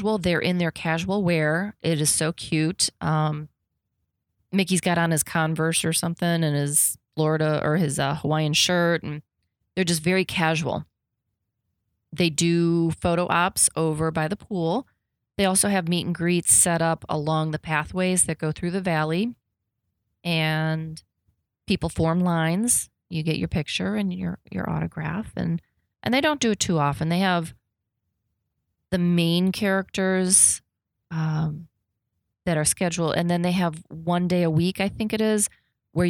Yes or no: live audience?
no